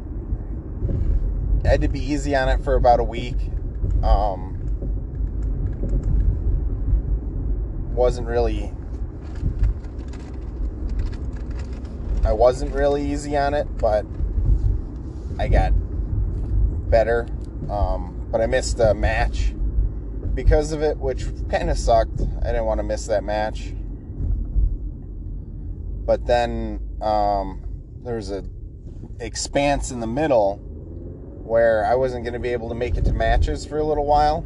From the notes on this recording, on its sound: My headset is no longer working so I recorded off my phone on my drive to work. Sorry about the background noise.